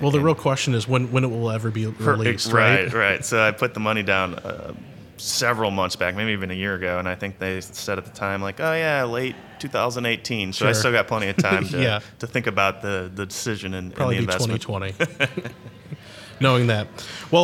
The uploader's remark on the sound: Live From Agile Midwest